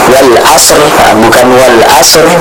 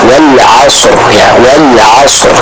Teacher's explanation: Kita membacanya dengan huruf ain yang sempurna diucapkan dari tenggorokan bagian tengah · Shown in: second take